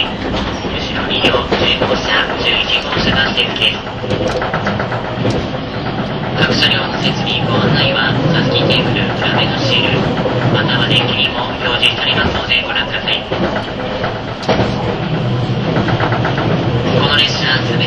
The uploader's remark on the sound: This is a recording of the running sound of the 651 series Sendai to Ueno "Super Hitachi 66", which has an external fan-type main motor with a high-pitched motor sound.